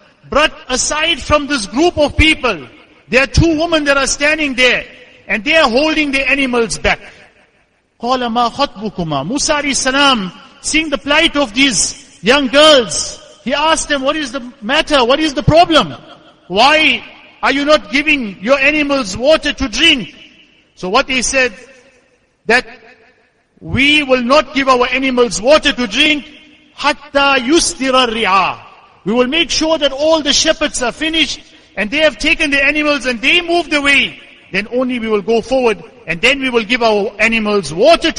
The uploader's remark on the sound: Jumuah lecture